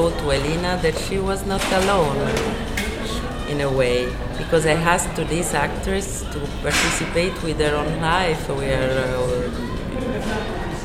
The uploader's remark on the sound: This interview was conducted on January 11, 2020 at the 31st Annual Palm Springs International Film Festival.